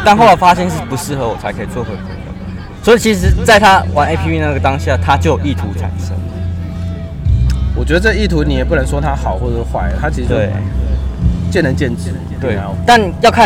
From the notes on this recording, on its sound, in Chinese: 野外錄出。在意音質者請注意！！！！錄音來自2020年漂遊者音樂祭現場收音。